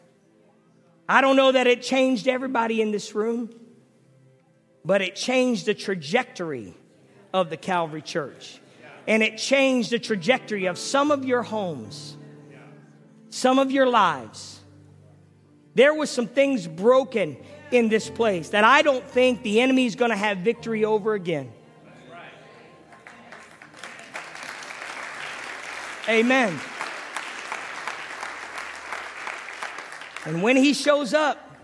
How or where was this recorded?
large echoing room